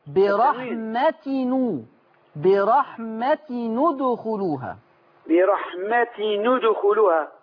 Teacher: أتم كسر التاء لكن التنوين هو اللي يضم